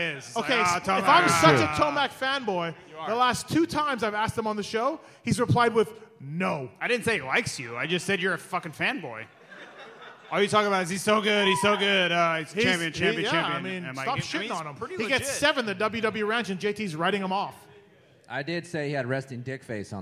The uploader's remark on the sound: This is the LIVE podcast show from the Alberta Rose Theater in Portland, OR